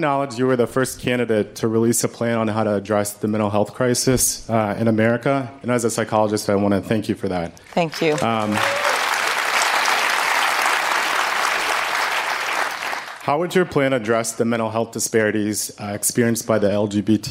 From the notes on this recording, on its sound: A live town hall. At The Novo in Los Angeles.